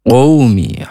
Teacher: Ya qawmi, ya panjang dua harokat, imat tabi'i, dan dengan harokat berdiri. Qawmi, huruf qaf, makhrajnya dari pangkal lidah. Ini tidak berdesis ya. Kemudian qo, tetap qo, walaupun di sini ada wawu sukun.